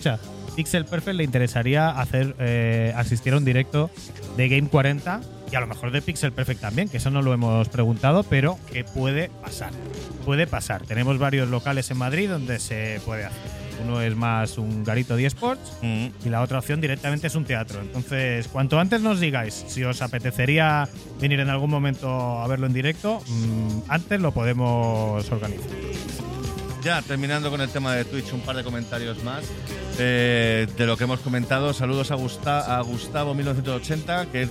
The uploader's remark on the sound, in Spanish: En directo desde GameGune2023. Grabado en directo desde GameGune en Álava.